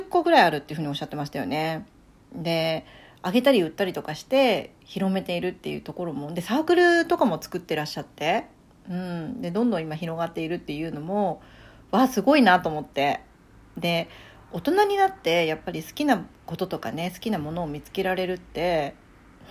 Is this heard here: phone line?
no